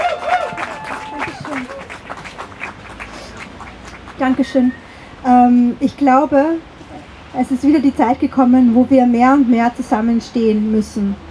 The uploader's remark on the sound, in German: Mai 2023 auf der Mariahilfer Straße in Wien an der IDAHOBIT-Demo der Homosexuellen Initiative (HOSI) Wien und des Vereins Intergeschlechtlicher Menschen Österreich (VIMÖ). Unbearbeitete Aufnahme der Reden auf der Abschlusskundgebung am Platz der Menschenrechte. Musik wurde aus urheberrechtlichen Gründen rausgeschnitten.